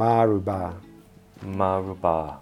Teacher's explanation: So the A is long, the first U is short, and then the A is long at the end.